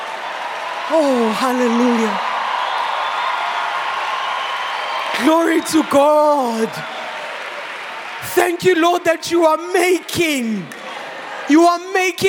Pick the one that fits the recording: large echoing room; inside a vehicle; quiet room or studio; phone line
large echoing room